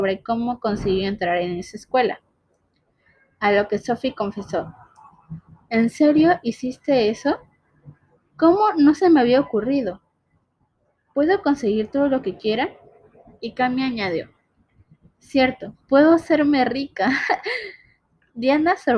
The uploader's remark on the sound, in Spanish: pido unas disculpas por el audio y las cortadas